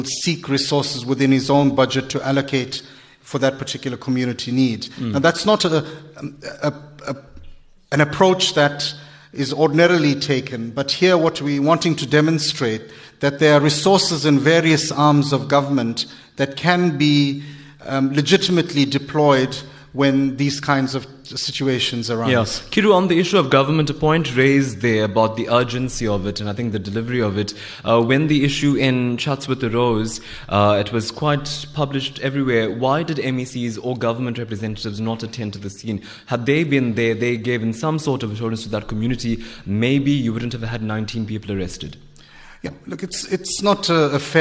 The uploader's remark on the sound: Here is a podcast of Newsbreak Talk before a LIVE studio audience.